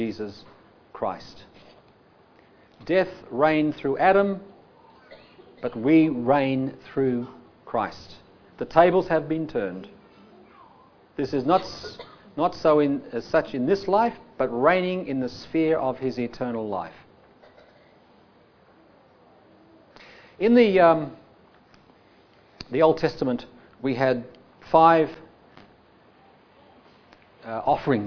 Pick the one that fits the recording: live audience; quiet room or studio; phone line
live audience